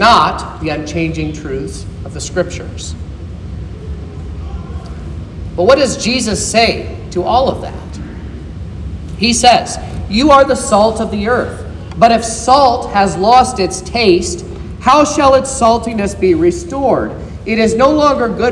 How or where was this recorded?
large echoing room